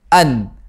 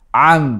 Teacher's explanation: The first is hamzah, an, and the second one is ayn, am. Be careful not to recite with qalqalah or bouncing sound at an'amta.